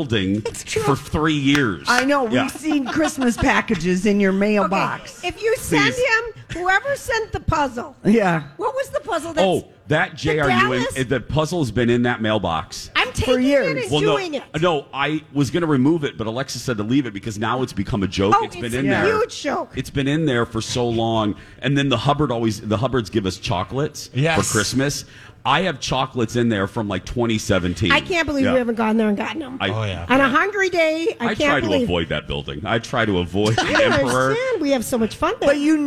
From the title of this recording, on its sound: LIVE from Lush